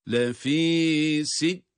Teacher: Burada med harfi de var, son harften önceki med harfi, med durumda olduğu için medd-i arız olarak, yani 4 elif miktarına kadar uzatabiliyoruz burayı da.